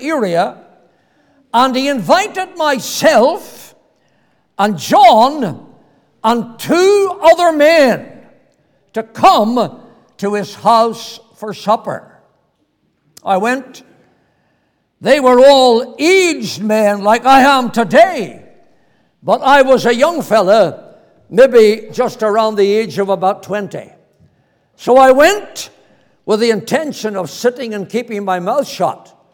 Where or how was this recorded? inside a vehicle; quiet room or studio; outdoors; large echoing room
large echoing room